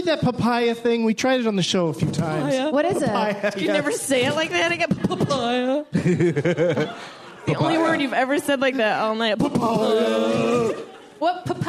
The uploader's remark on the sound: LIVE at the Troubadour!